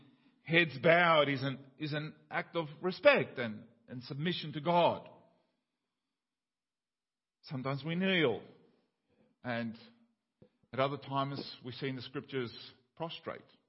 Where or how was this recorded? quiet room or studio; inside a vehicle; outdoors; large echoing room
large echoing room